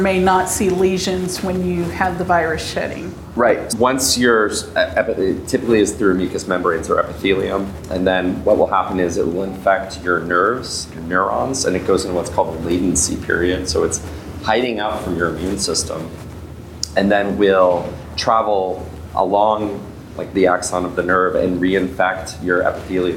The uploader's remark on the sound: This is the 7th year we recorded this event at Frolicon